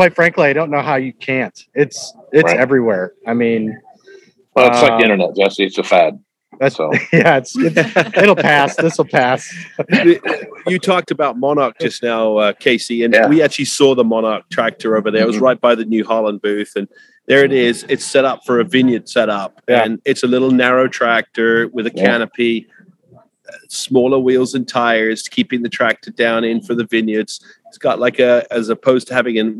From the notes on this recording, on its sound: On the Move With Axon Tire – Live From the World Ag Expo. Live from Tulare and discuss the technology at the show.